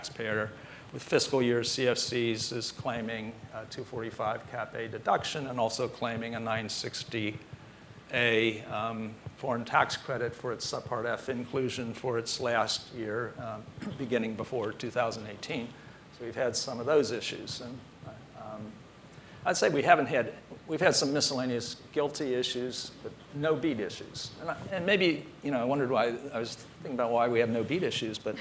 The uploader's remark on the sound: At Bloomberg Tax's 2020 Outlook on Tax event in Washington